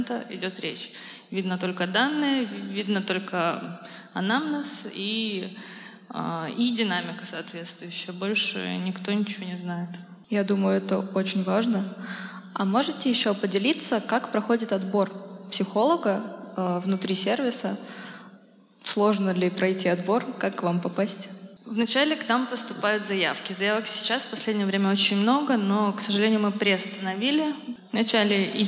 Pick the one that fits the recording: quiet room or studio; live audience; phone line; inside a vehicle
live audience